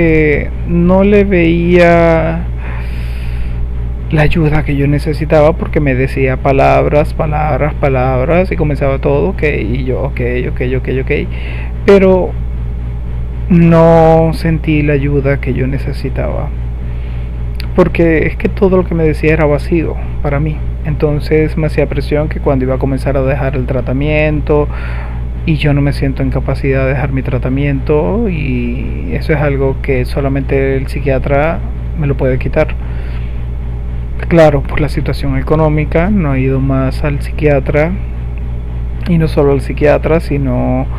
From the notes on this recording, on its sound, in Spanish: Disculpen el mal sonido, escúchenlo con poco sonido.